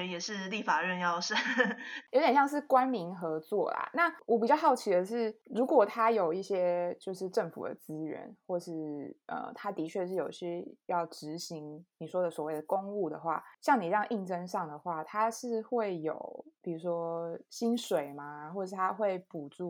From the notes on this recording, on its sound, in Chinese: 本集音質較差